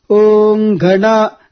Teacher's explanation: For instance, when we say Om Ganana Antwa Ganapati Gum Havamahe, in this small piece of the Vedic mantra, we can find the varieties of intonations. Om Gana, Ga is pronounced one small syllable. This syllable or the letter is chanted downward.